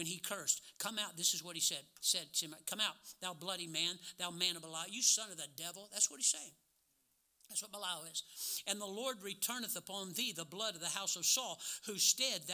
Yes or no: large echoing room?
yes